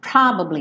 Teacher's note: Esse ba do meio ele não teria esse destaque todo.